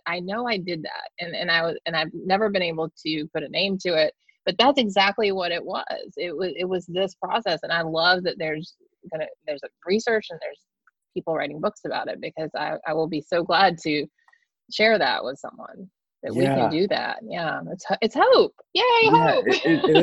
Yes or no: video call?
yes